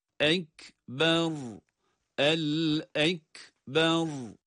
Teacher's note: Ekber kelimesi gördüğümüz gibi ne hemze kaf harfine bağlanırken uzatma var, ne de ba harfi ra'ya bağlanırken uzatma var